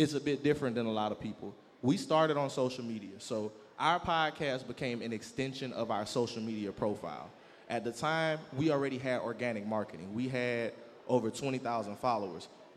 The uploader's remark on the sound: live at the 7th annual Black Diamond Weekend in Norfolk, Virginia